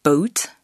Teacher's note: Ce son est une diphtongue, c'est-à-dire un son qui comporte en réalité deux sons. Le son vocalique dans boat est en réalité l'association du son E et du son O.